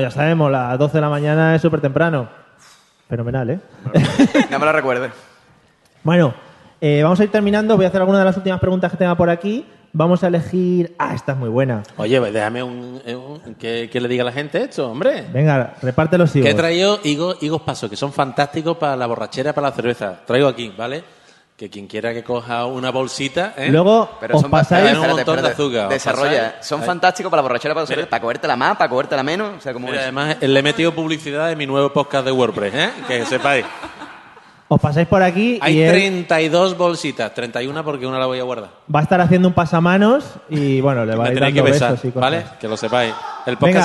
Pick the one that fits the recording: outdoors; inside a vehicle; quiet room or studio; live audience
live audience